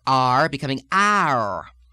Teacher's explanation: You have the long sustained retroflexion of the tongue. In fact, the R duration is drawn out a bit